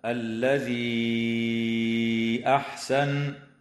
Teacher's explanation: وتمد الياء قبل الهمزة في قوله تعالى الذي أحسن بمقدار 4 أو 5 حركات من قبيل المد المنفصل